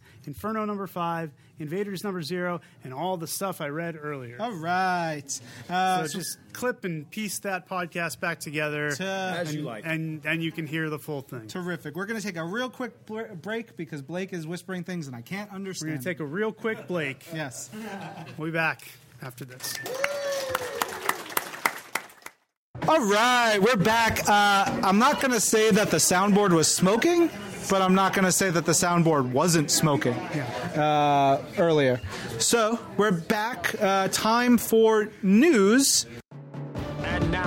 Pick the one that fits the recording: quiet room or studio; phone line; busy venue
busy venue